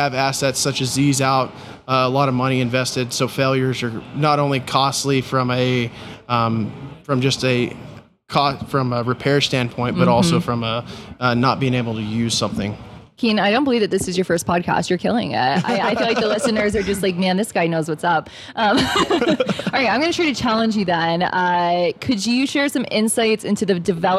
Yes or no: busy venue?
yes